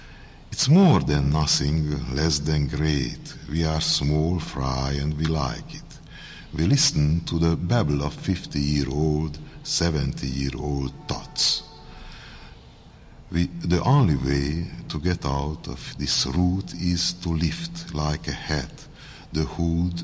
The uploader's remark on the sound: 48th PEN International Congress — Public Reading at St. Peter's Church. The fifth and last of the Midday Reading Series events.